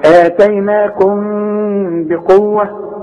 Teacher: يبقى انفراد في الشفايف وتعتمد على الخيشوم اللي هي المناخير في اخراج الغنة